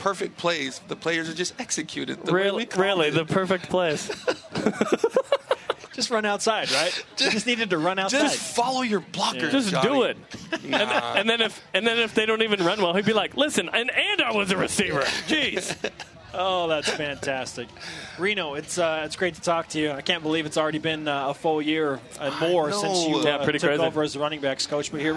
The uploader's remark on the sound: Fan Fest from Las Vegas